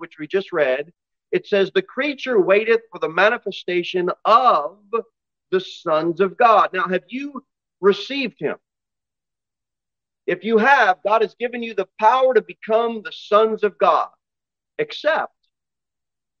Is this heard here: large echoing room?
yes